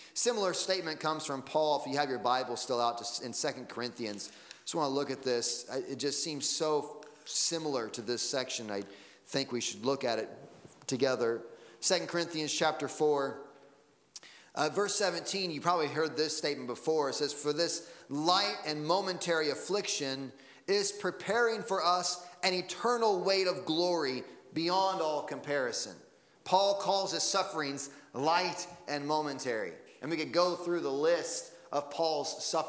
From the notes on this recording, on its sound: Sunday Morning Sermon Audio